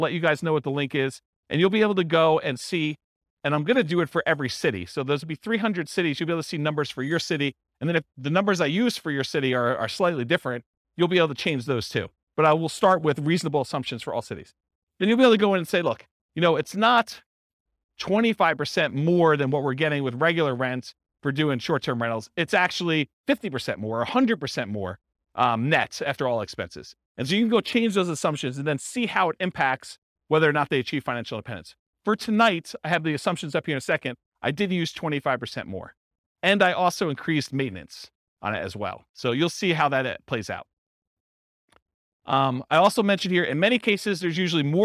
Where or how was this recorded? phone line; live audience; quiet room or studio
live audience